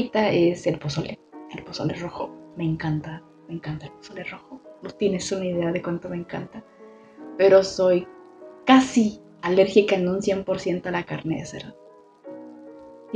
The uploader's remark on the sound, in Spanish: lamentamos el ruido de fondo